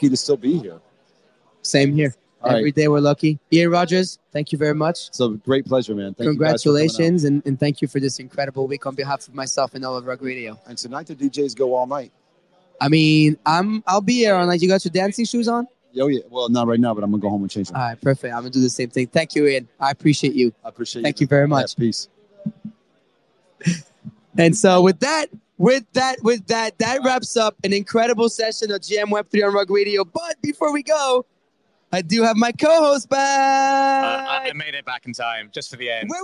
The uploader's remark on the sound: live from the Ledger open